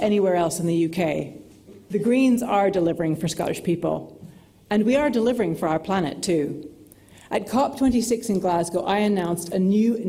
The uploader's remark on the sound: Scottish Green Party Conference Co-Leaders Speeches. Delivered a speech to the Autumn conference of the Scottish Green Party.